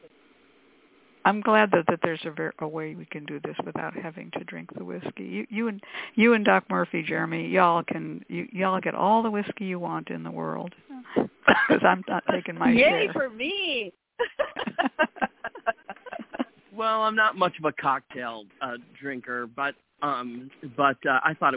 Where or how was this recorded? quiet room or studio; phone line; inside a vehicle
phone line